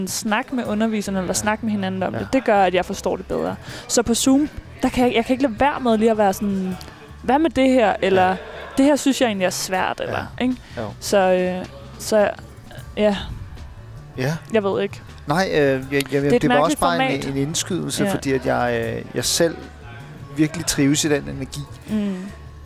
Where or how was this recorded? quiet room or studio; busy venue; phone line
busy venue